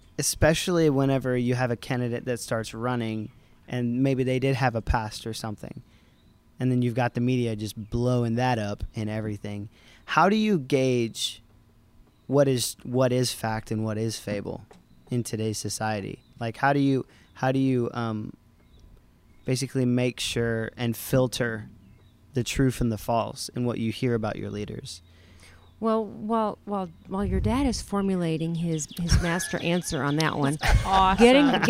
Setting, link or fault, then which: setting, outdoors